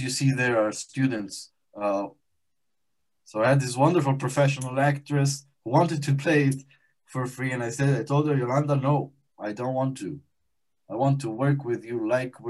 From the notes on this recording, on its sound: This event was held live via Zoom